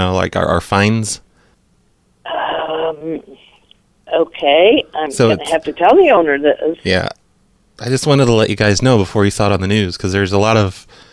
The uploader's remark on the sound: Personal Prank Phone Calls Collection